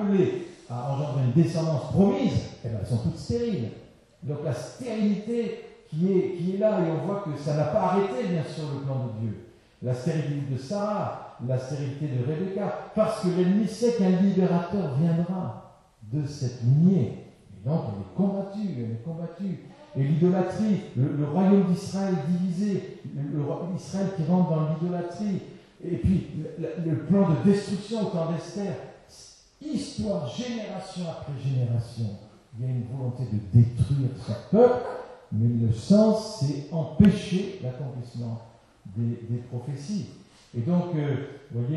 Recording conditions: poor sound quality